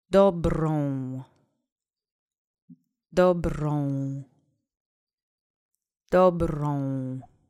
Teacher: Try to roll that R. Accent is on the first syllable.